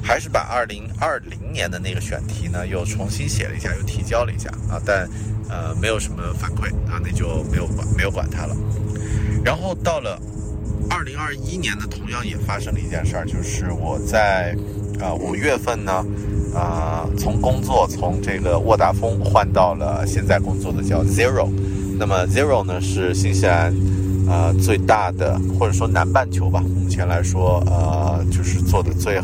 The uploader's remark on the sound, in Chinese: 这期在新西兰首都惠灵顿海边码头录制的节目